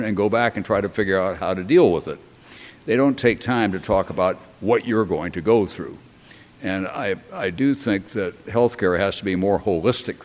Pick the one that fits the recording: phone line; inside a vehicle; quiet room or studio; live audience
live audience